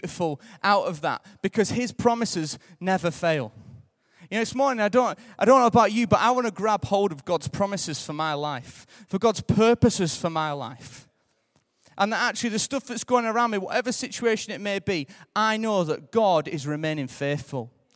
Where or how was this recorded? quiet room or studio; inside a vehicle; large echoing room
large echoing room